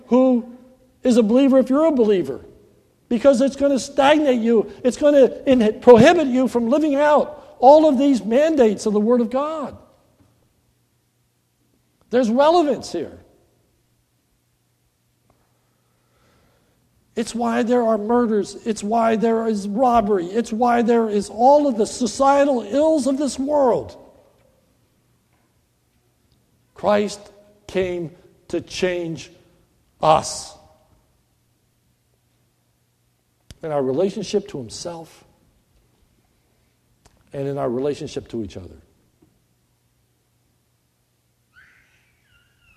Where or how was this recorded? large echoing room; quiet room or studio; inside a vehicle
large echoing room